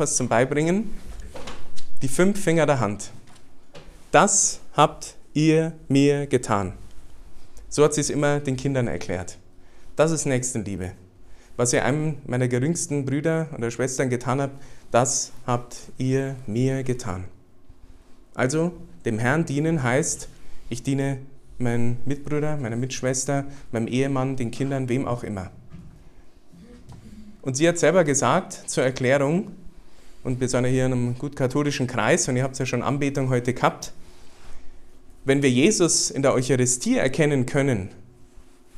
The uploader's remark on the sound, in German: Den Vortrag durfte ich beim Familien-Prayerfestival der JUGEND2000 halten.